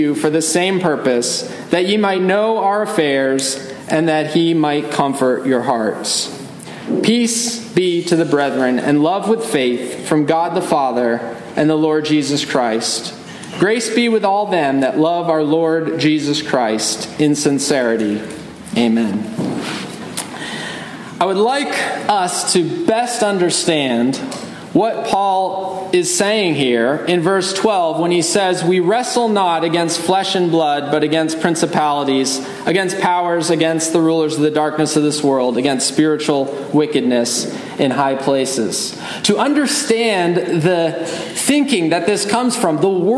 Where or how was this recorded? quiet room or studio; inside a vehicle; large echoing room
large echoing room